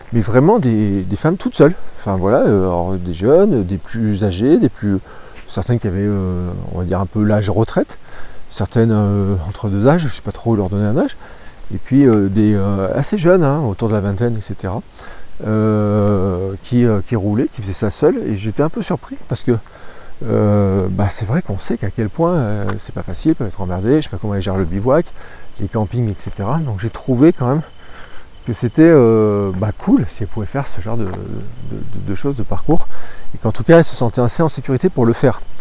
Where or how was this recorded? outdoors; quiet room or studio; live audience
outdoors